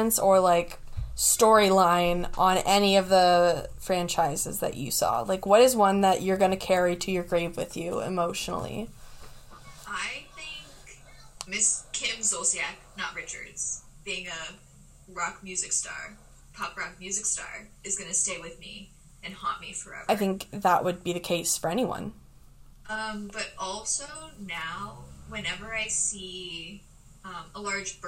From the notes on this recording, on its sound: Due to my illness, I had to meet virtually with my (recurring) guest. If the sound is off, my apologies!!!